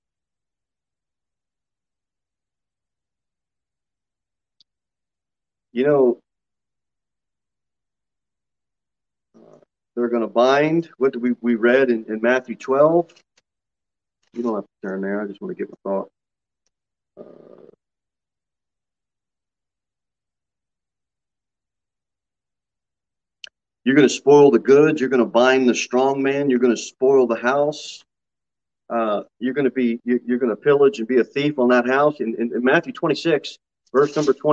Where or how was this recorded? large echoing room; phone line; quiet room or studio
large echoing room